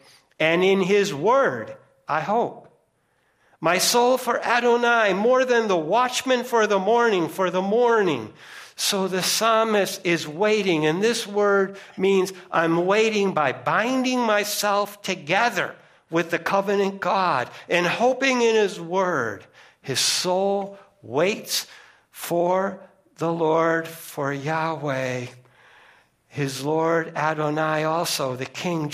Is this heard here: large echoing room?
yes